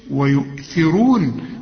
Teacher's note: والراء مدام مضمومة تبقى مفخمة